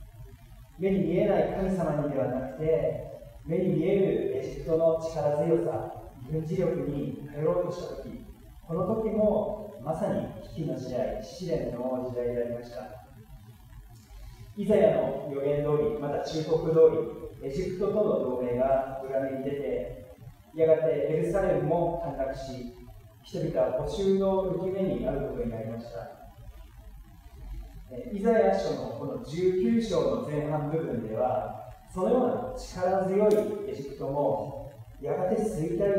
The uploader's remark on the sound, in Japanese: 機材トラブルにより音声が聞きづらくなっております。